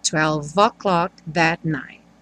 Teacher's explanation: O E do 12 não é pronunciado, junto V no O.